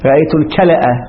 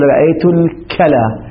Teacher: نقول رأيت الكلى، الفتحة فتحة اللام تبقى على حالها، فقط الهمزة تقلب ماذا؟ ألفا، لأن حركتها فتحة وما قبلها فتحة · Shown in: second take